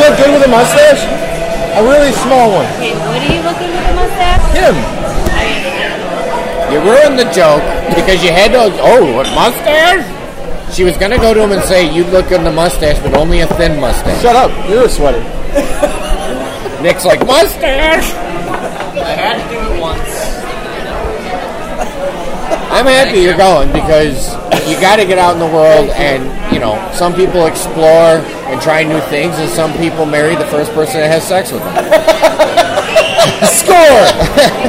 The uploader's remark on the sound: Recorded Live at Hooters in Terrible Quality.